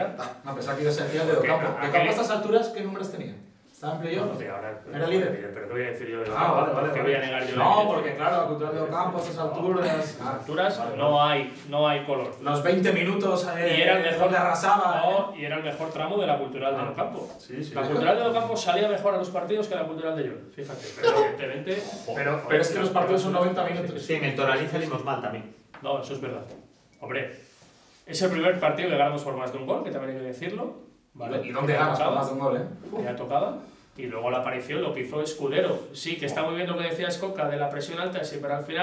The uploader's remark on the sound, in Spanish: Lo primero de todo, perdón por el sonido.